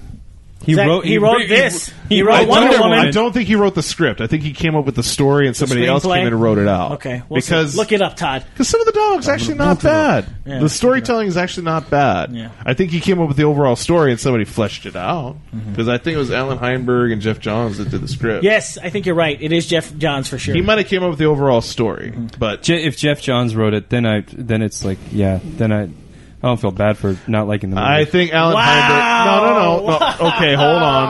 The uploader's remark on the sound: All recorded live at Maui Comics & Collectibles.